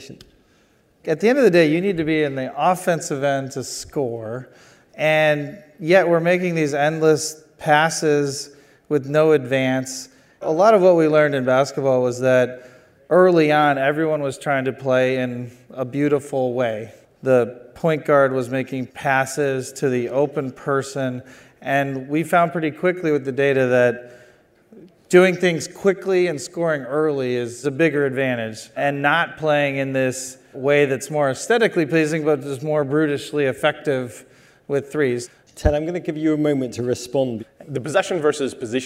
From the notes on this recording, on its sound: hosts a panel at the MIT Sloan Sports Analytics Conference